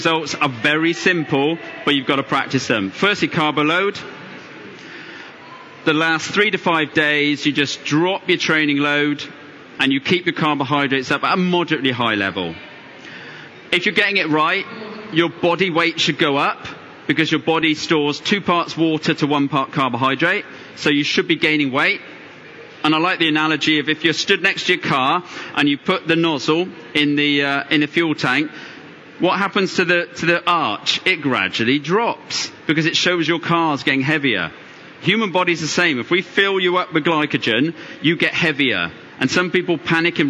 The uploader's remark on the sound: Recorded at the London Tri Show